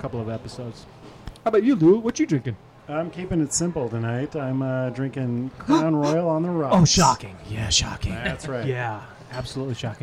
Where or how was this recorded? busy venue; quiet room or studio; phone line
busy venue